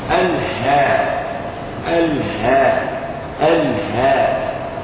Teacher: تجد أن النفس يجري مع الهاء فهي أضعف من الهمزة · Term: الهاء مهموسه